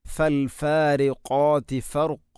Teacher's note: ഖാഫ് ഉച്ചരിക്കുമ്പോൾ തൊണ്ടയുടെ ഏറ്റവും മുകൾ ഭാഗം കഴിഞ്ഞ് ചെറുനാക്കിൻ്റെ അടുത്താണ്